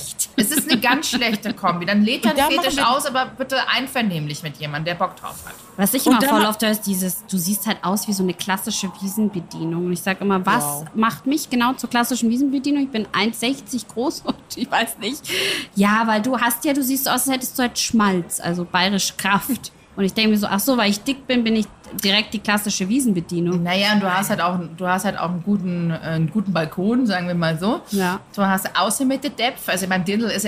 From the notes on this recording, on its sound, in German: Ja, ihr hört’s - der Wiesn! In authentischster Paulanerzelt-Atmosphäre mit perfektem Blick aufs feiernde Publikum.